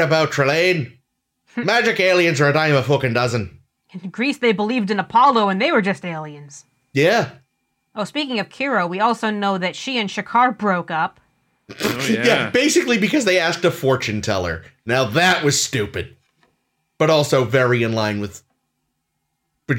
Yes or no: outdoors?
no